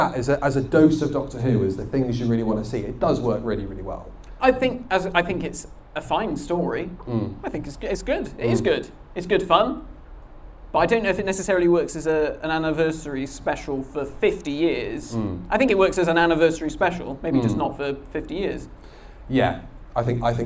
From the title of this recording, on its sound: LIVE at Pandorica 2021